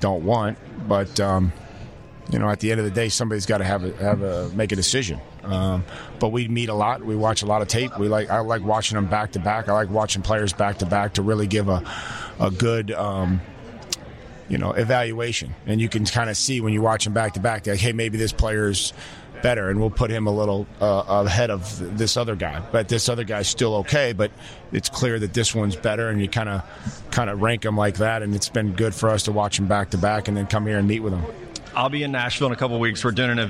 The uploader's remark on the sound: Live from NFL Combine